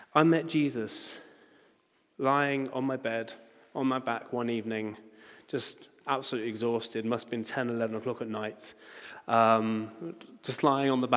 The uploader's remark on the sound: Recording from Immanuelskyrkan Skövde.